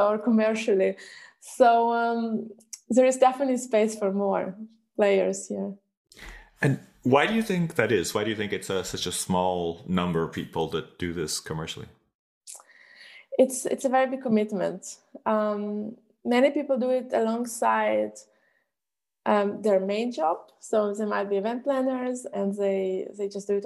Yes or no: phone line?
no